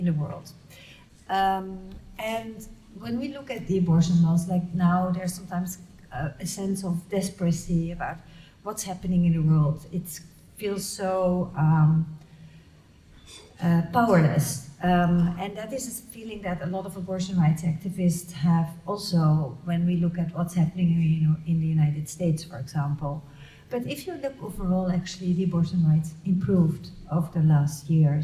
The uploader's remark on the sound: This is a live recording of a talk. At the Rietveld Academie in November 2023.